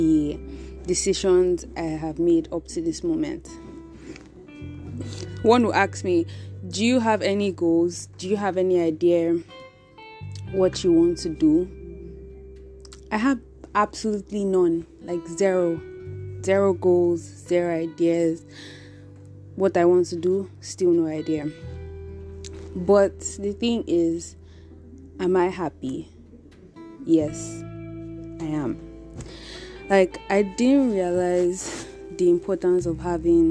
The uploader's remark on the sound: Sorry about the background noise